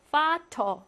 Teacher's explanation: 단어의 맨 끝에 이렇게 있을 때 파테르 아니고 파터 발음하고요